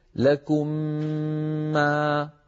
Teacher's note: لابد عند إدغام الميم في الميم من أن نمط، يعني نطول غنتها